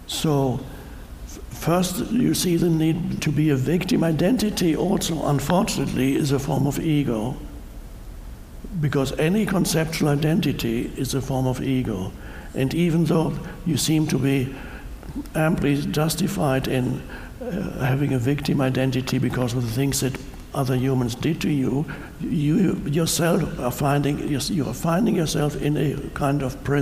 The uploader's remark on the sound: talks to a live audience